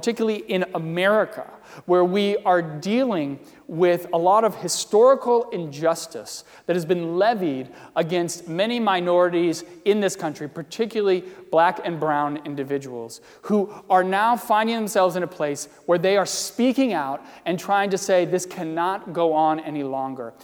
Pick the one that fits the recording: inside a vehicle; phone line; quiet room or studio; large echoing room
large echoing room